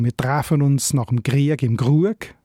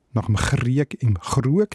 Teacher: Dann ist typisch natürlich auch das Zäpfli-R · Shown in: first take